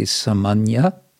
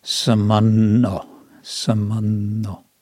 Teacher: This in Sanskrit, it would be samanya. But in Bengali, you kind of mentally turn the Y into another, an additional N. · Shown in: second take · So it becomes samanno, samanno.